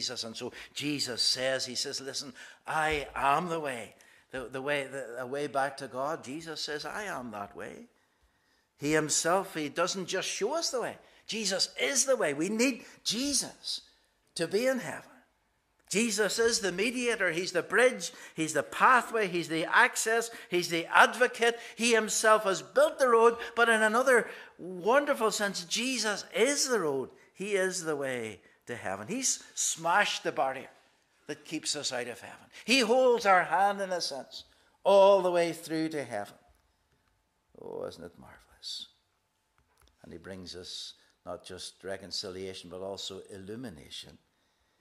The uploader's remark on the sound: This is the recording of the Bible reading and sermon from our morning service on Sunday 19th March 2023. Minister of 1st Portglenone Presbyterian Church.